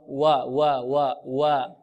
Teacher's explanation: نرقق الواو ونفتحها فتحا متوسطا، فتح المتوسط هكذا، واو و و و و، التقوى هكذا بإذن الله، التقو أقو و. · Term: ترقيق الواو